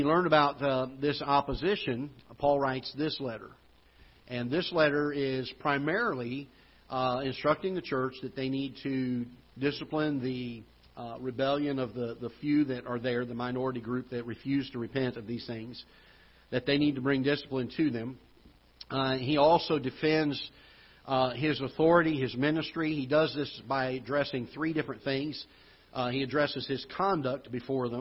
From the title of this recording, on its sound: Ketha Heights Baptist Church ~ Live Broadcast